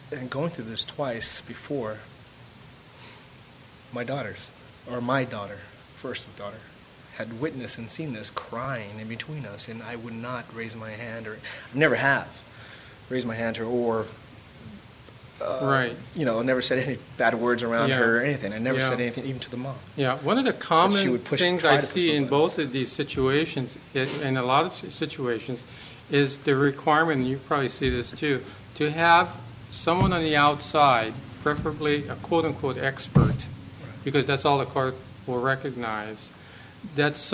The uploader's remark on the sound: A live recording from a Father Matters mens support group.